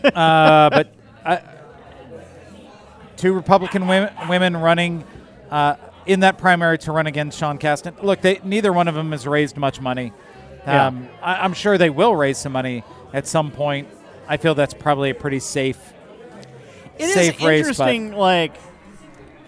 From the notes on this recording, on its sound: Recorded at Half Acre on Lincoln Avenue and Begyle Brewing!